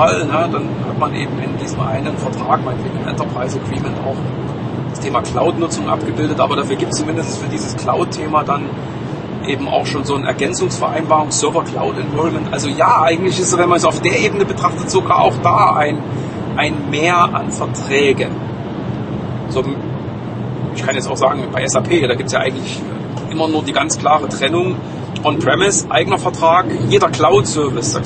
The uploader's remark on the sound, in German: Auf dem Weg zurück von einem Kundentermin. On the Road - deswegen auch mit etwas Hintergrundgeräuschen.